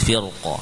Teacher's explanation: Namun kalau waqaf ya, maka yang afdal karena qafnya sudah sukun menjadi firqa ya. · Term: tebal